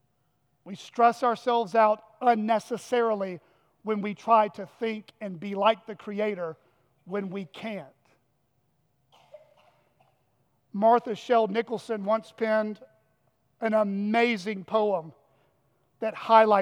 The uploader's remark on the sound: at Chaffee Crossing Baptist Church in Barling, AR